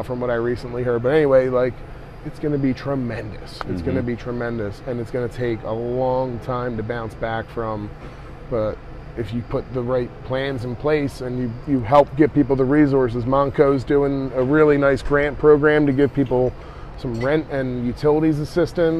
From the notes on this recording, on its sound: Live from the Lansdale Tavern. Doing a live show is always fun.